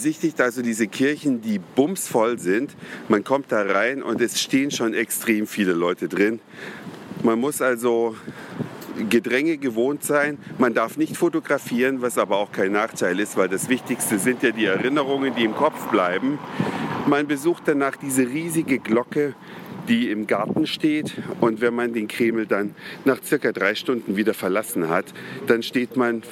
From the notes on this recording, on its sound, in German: Live unterwegs in der Stadt Roter Platz und Kreml, Gorki Park, GUM, TV-Aufzeichnungen, Waterjets Moskau bei Nacht.